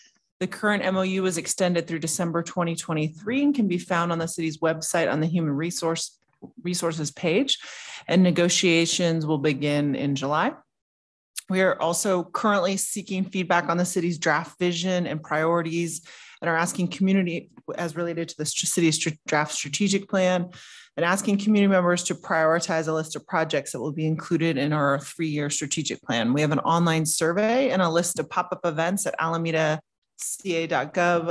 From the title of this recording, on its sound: 2023-06-06 City Council Meeting - ZOOM